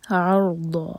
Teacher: عین لائٹ، را ساکن ہیوی اور ضاد ہیوی. ضا دو حرکہ لمبا.